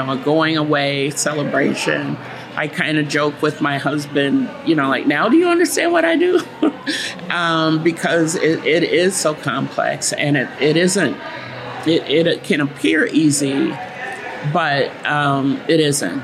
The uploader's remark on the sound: recorded during the "Portraits of Us" Book Launch Celebration